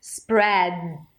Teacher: don't need to release the D here.